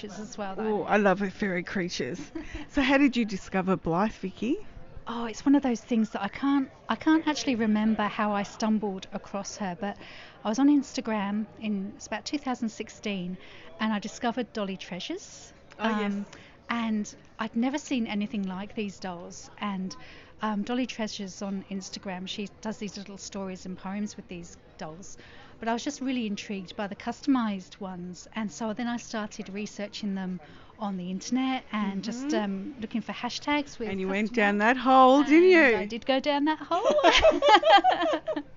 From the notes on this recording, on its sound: Recorded at a mini meet. In Melbourne, Australia.